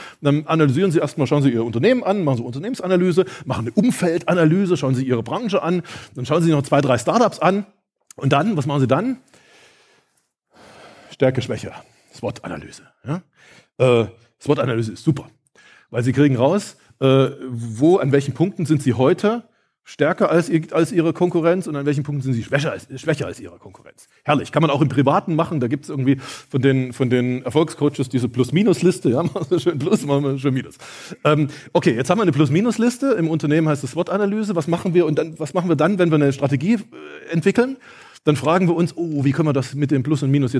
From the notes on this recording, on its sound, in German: In meiner Keynote vom Zukunftskongress 2022 stelle ich dir das „Geheimnis“ wissenschaftlicher Zukunftsforschung vor.